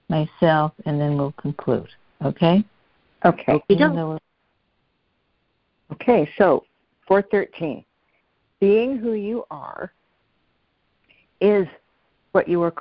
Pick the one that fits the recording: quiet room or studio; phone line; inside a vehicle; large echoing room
phone line